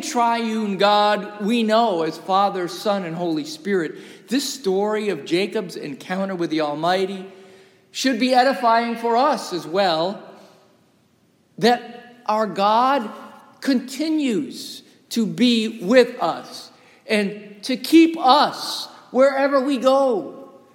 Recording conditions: large echoing room